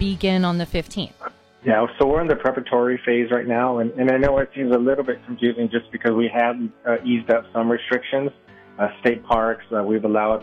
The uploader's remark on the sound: weekly conference call